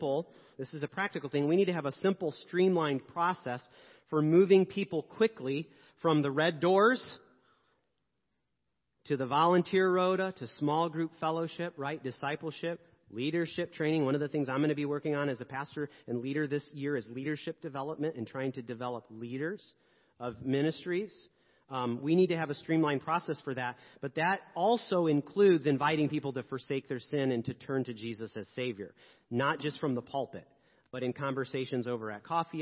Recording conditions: large echoing room